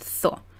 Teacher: la palabra zo, que es como si tuviéramos una sola vocal, zo. Como sabéis, en América Latina y en algunas zonas de España se pronuncia como so, so.